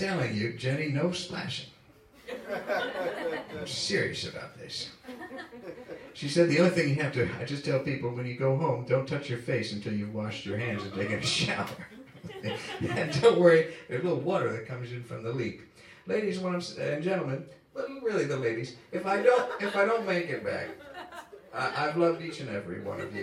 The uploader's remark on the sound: Season Finale live event, recorded at Film Biz Recycling in Brooklyn.